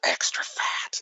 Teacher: I love the incredibly breathy, loving way that she says, extra fat.